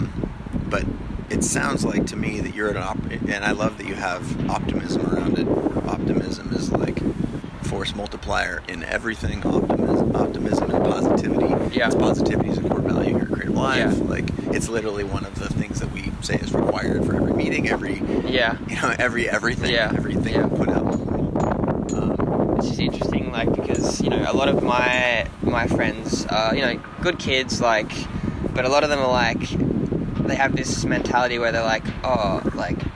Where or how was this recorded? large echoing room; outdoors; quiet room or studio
outdoors